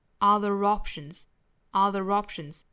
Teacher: 在英音里面其实是加上这个 r 的发音的